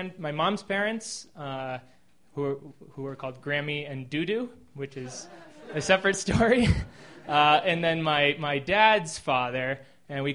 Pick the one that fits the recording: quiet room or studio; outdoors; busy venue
busy venue